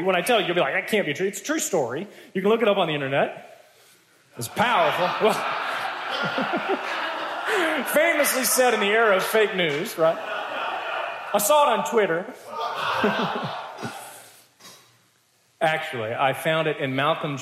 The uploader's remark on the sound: Plenary address from the 2018 CPT conference on spiritual formation.